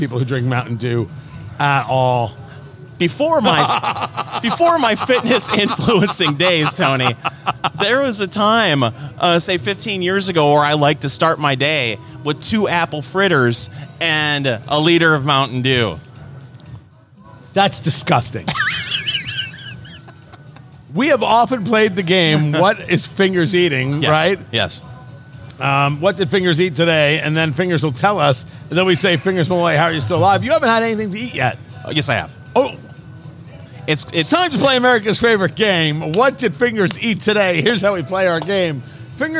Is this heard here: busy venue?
yes